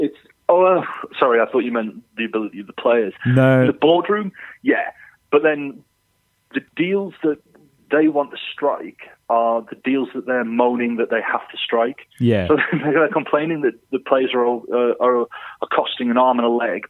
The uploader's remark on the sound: on the phone